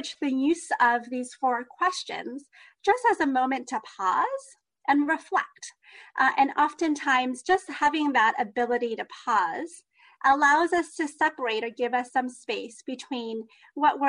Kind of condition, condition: link, video call